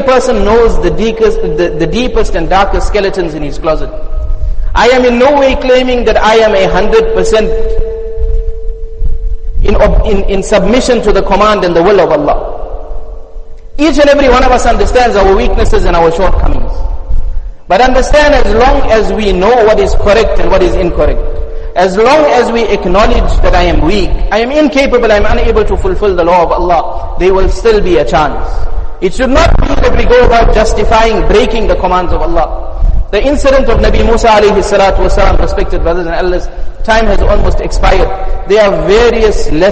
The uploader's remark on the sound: Jumuah Lecture Masjid us Saliheen